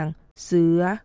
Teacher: สังเกตบ่ว่ามันเปลี่ยนจากต่ำขึ้นสูง · Term: เสียงวรรณยุตต่ำเลื่อนขึ้นสูง